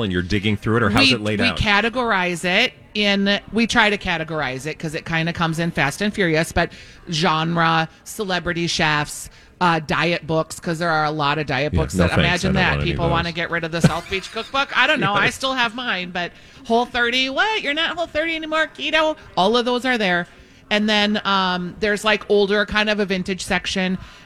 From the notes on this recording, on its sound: live at Southern Lights!